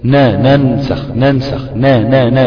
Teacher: دي نون مفتوحة اهي، انا جبت فيها غنة، غنة بسيطة جدا بسيطة جدا جدا جدا لانها اقل الدرجات · Term: الغنة في المتحرك